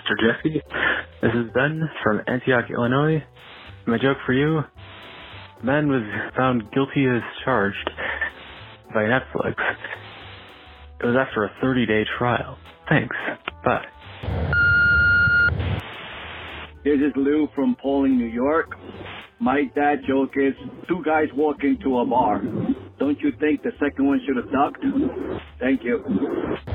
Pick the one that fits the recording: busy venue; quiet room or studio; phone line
phone line